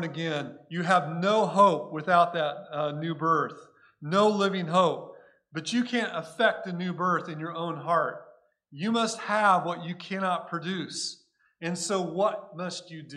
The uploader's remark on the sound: Recorded at Cornerstone Church in Mesa, AZ